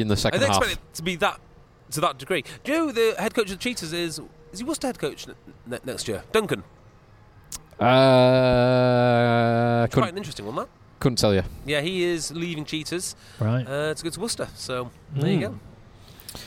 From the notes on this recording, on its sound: Live from the Costa del Salford. The boys risk heat stroke outside the balmy stadium after the Premiership domestic season comes to an end.